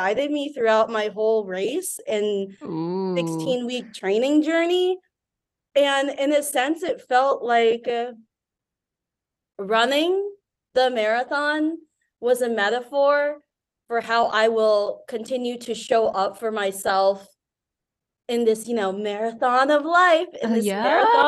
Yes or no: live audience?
no